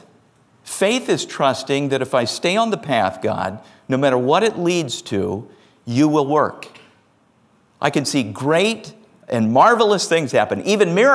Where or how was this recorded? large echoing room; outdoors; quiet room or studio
large echoing room